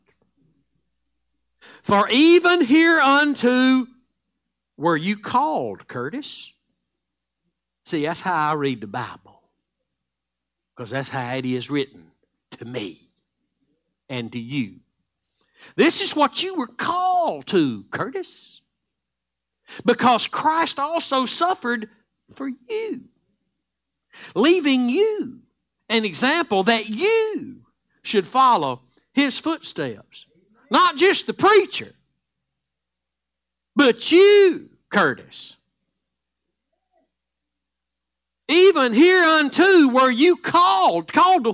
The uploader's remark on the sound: Live Sunday Morning Service